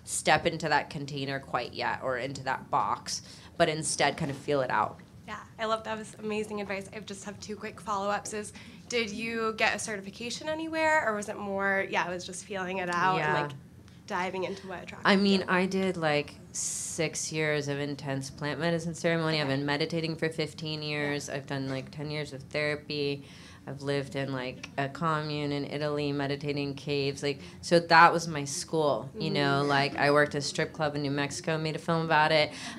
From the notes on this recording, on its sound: Live! In NYC. First ever NYC live show at Union Hall in Brooklyn.